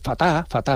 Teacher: la pérdida de consonantes finales de palabra